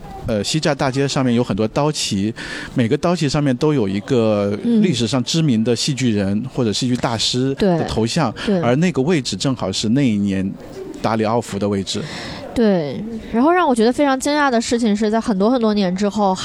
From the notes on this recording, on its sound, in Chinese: 本期节目为室外录制，开头略有背景杂音。参加第十届乌镇戏剧节。人潮喧闹的声音、嘉年华的欢呼声都回来了。